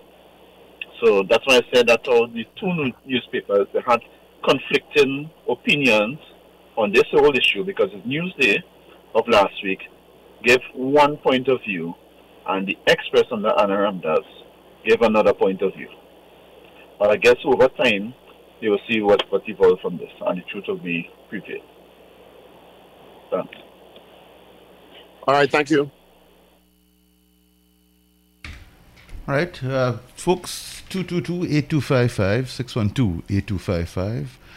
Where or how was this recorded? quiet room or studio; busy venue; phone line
phone line